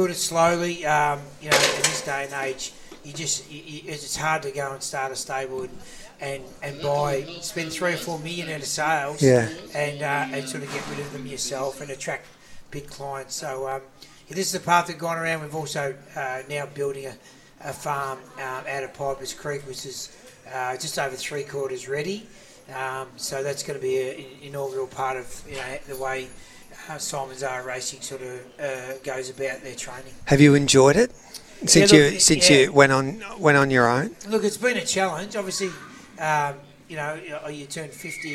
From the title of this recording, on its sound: live from Flemington